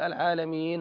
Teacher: لما سكنت النون الياء التي قبلها جاز فيها القصر بمقدار حركتين · Term: مدا عارضا للسكون